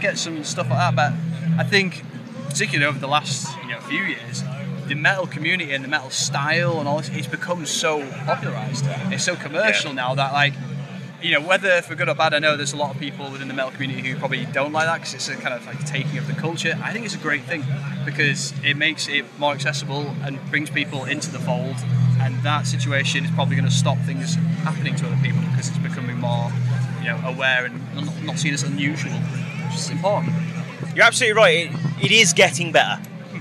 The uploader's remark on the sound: Live from Bloodstock 2023